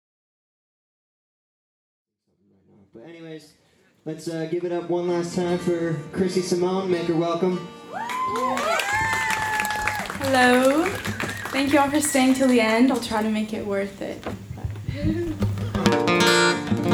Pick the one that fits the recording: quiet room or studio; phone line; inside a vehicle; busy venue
busy venue